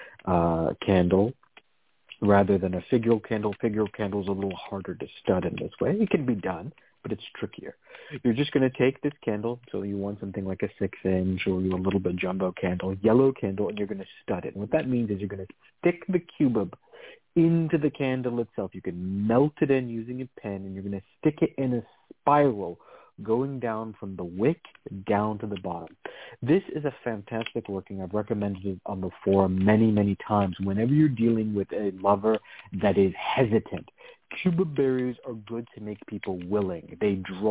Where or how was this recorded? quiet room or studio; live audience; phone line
phone line